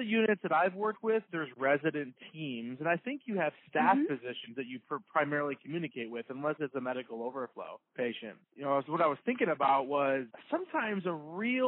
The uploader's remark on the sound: This was recorded via phone. The quality is not what we’ve grown into here at Nursing Uncensored.